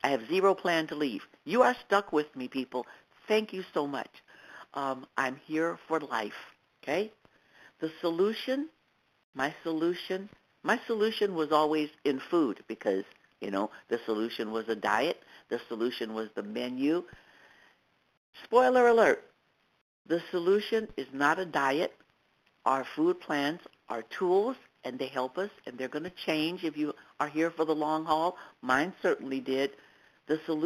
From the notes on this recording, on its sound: 100 Pounders Phone Meeting